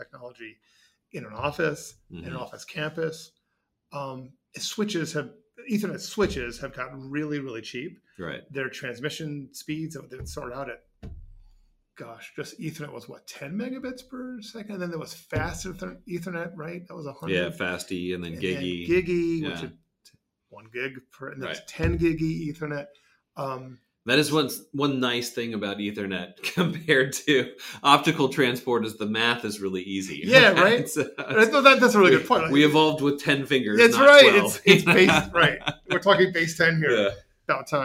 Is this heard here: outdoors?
no